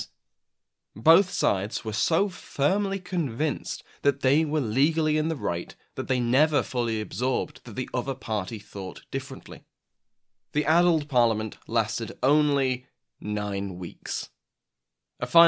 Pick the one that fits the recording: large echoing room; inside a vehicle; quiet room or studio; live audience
quiet room or studio